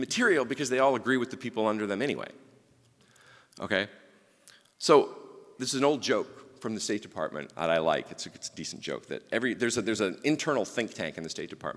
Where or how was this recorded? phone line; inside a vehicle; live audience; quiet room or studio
live audience